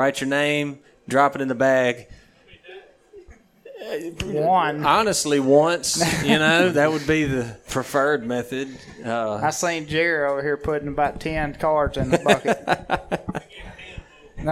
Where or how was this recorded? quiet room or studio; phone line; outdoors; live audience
live audience